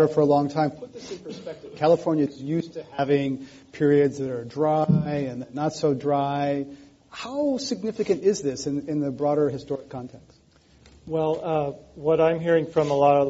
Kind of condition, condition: setting, live audience